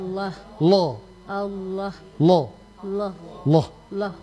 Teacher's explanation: Terus tebal lamnya. Kasih naik pangkal lidah.